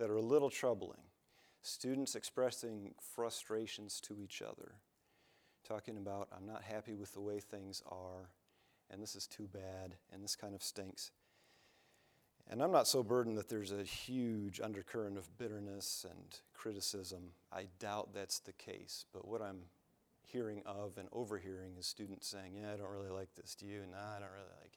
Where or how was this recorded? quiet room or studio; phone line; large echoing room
large echoing room